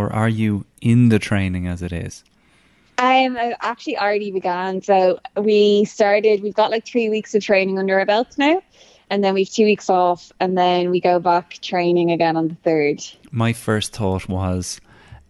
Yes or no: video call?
no